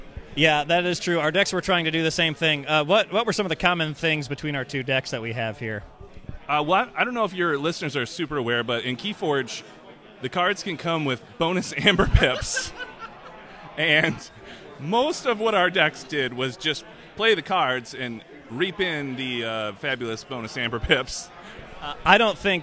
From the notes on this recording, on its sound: audio logs from day one of KeyForge Celebration 2022